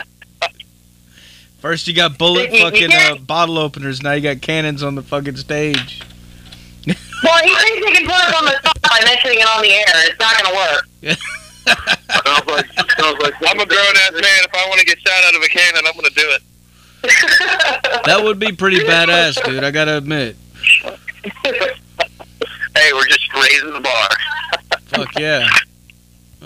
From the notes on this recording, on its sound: called in live on The … Show